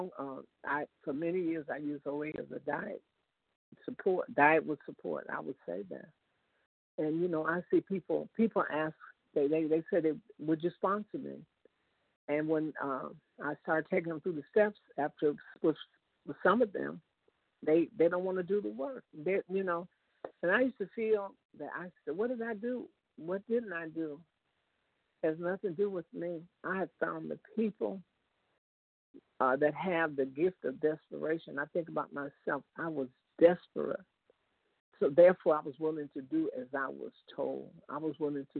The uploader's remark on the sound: 100 Pounders Phone Meeting